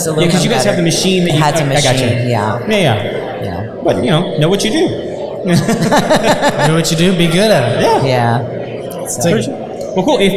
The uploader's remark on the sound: We interviewed for over 2 hours at the Contractors Network LIVE event in Spring TX